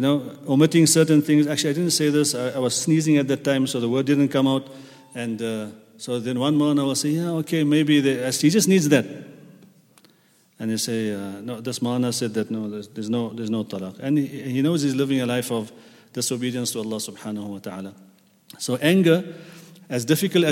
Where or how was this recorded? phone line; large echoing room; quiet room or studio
large echoing room